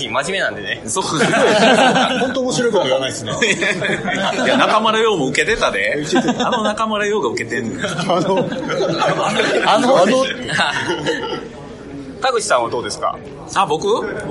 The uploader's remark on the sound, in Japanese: Regional Scrum Gathering Tokyo 2020 公開収録！Regional Scrum Gathering Tokyo 2020 の OST で、アジャイルラジオ公開収録させていただきました。